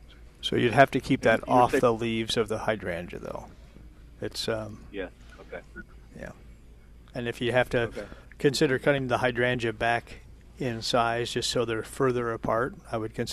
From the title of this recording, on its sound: Live at Prairie Gardens 10-21-21